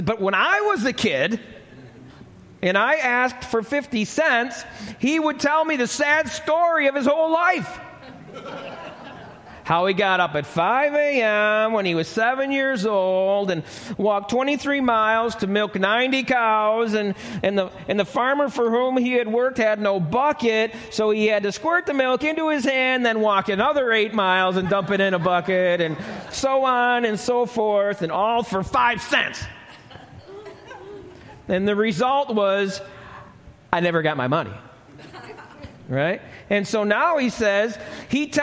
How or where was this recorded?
live audience